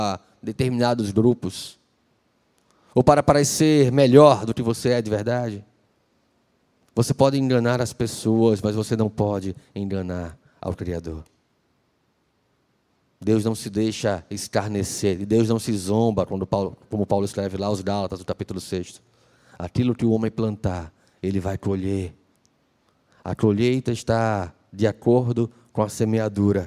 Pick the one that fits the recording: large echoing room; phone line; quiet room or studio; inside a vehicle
large echoing room